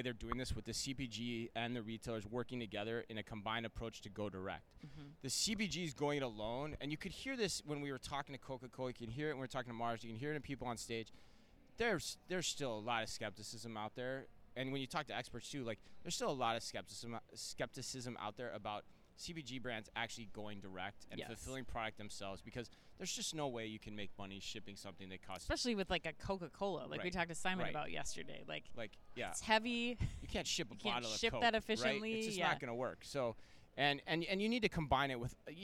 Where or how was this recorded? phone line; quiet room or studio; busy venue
busy venue